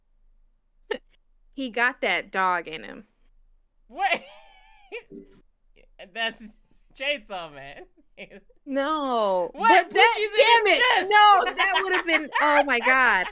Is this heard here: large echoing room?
no